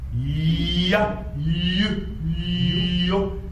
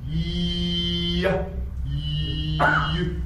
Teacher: ちっちゃいイが隠れてるんですよね。なので子音だけど母音なんです。 · Term: 半母音